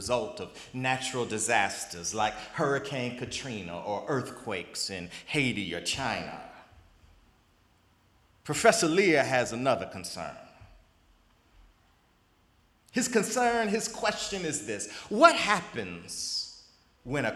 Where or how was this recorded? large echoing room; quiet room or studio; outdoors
large echoing room